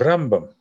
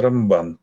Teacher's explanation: Раби Моше бен Маймон называется всегда Рамбам на первый слог ударения, а Раби Моше бен Нахман называется Рамбан на второй слог ударения. · Term: по ударению